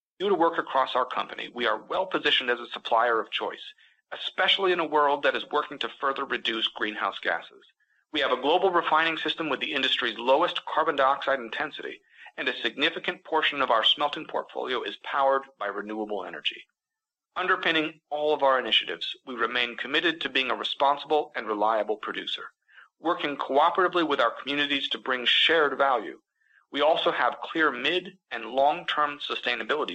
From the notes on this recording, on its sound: highlights from Alcoa’s Q4 2022 conference call